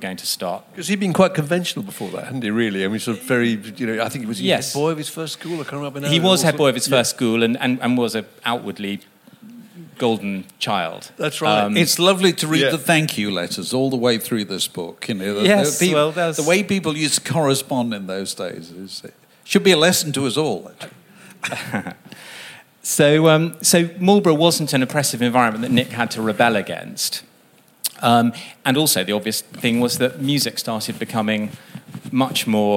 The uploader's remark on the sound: at a live podcast recording at 21Soho on September 25